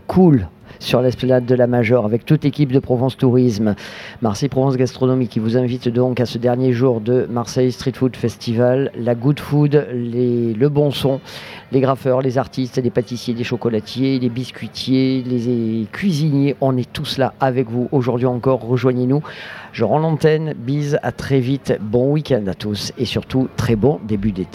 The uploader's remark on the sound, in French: Radio Grenouille au Street Food Festival 2022 - Dimanche